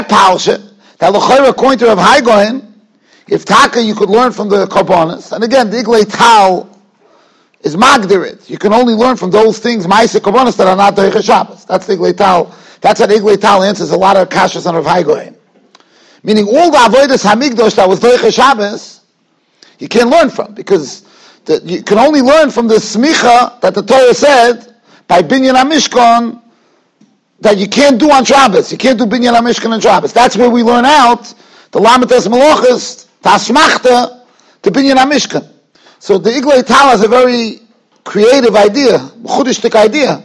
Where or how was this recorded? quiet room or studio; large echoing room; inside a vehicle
large echoing room